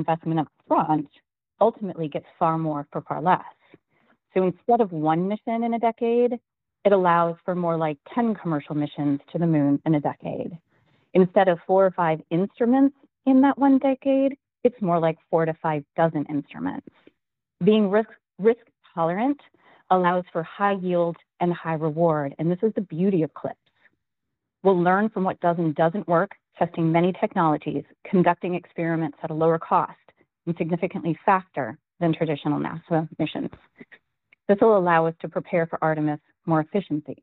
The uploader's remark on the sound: NASA held a virtual, audio-only media teleconference